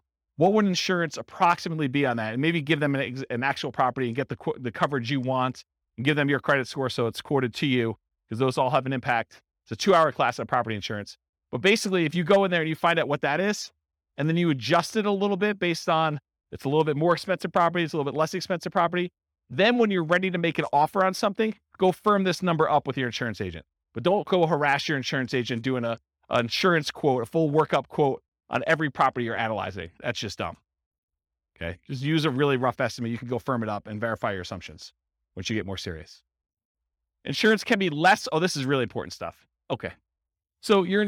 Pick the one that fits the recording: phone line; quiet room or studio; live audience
live audience